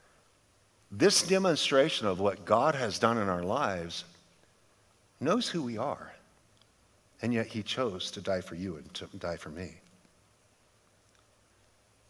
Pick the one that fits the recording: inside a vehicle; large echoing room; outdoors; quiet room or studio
large echoing room